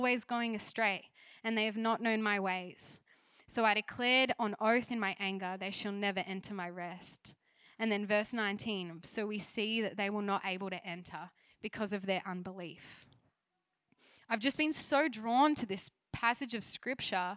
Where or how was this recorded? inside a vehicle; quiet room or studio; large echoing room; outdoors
large echoing room